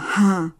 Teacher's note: Entonces yo pensé que eso se podía escribir simplemente con una jota, como se usa en España, donde tienen la letra, pero tienen una producción en la parte posterior de la boca. Y tenían también un sonido aspirado, ja, como en inglés.